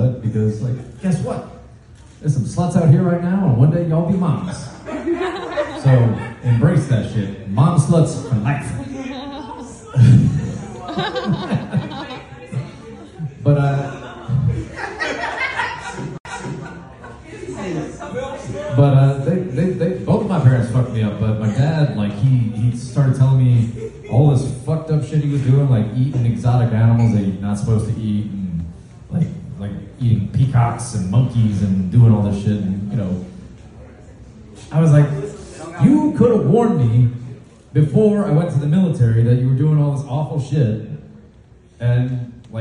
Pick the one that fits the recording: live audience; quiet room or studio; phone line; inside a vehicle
live audience